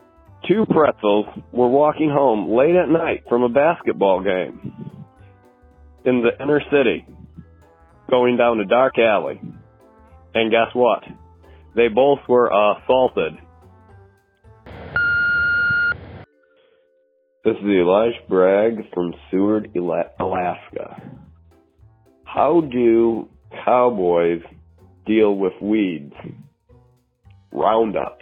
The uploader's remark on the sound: I have compiled jokes recorded by our listeners through my voicemail service over the past week.